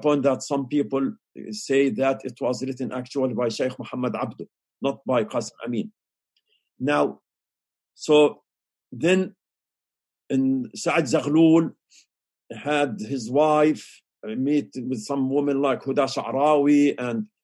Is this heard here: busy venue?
no